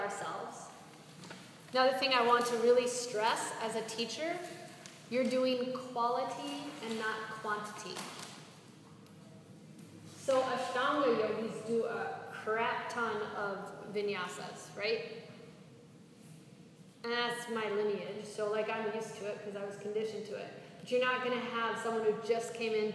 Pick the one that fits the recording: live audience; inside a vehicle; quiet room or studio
live audience